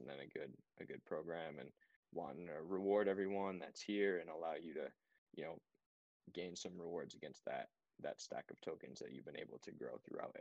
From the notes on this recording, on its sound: Weekly voice chat with the yAxis Project team. This is a recording of our weekly Discord event.